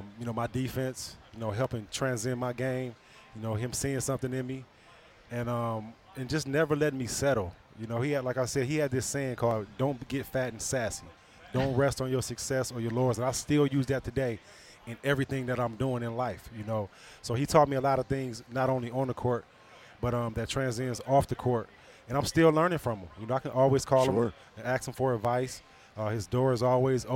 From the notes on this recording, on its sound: live from the new Ascend Sports Book at Soaring Eagle Casino and Resort